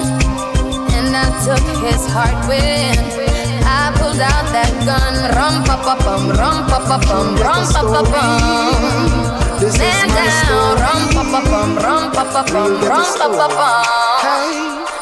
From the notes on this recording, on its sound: Live audio recording of my set at Island Saturdays on Oct 7 2023